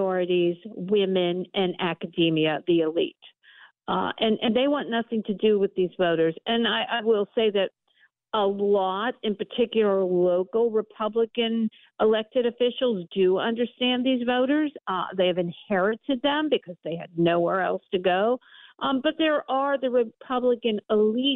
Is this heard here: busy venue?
no